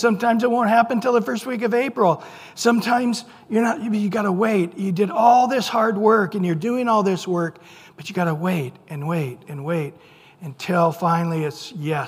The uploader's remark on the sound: Recorded at Calvary Chapel of Los Alamitos on April 18 2023 on Sunday Morning Sermon.